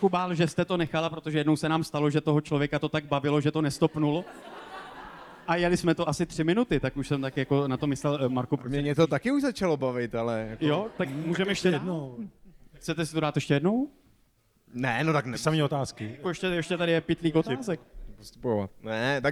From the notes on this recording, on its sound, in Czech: V tomto případě prolínání hostů, žánrů, hlediště a jeviště. Pořad postavený na unikátní kombinaci dvojic a jedinečné interakci s publikem. Namícháme vám živou show, hosty i drink na míru!